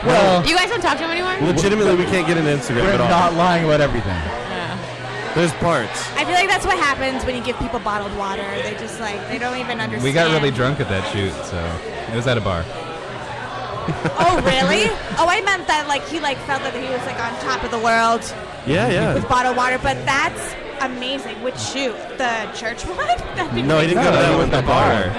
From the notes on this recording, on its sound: We are live from the K&A Finale party!